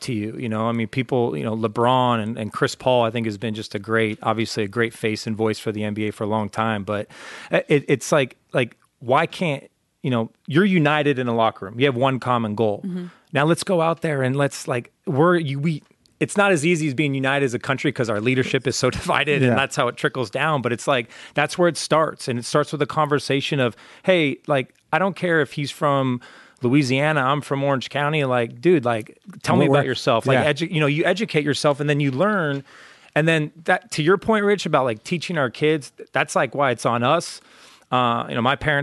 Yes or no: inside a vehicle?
no